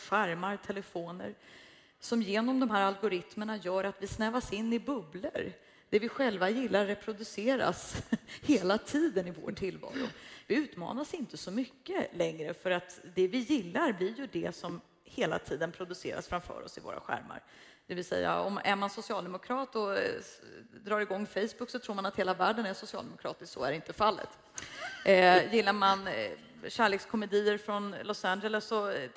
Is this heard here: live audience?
yes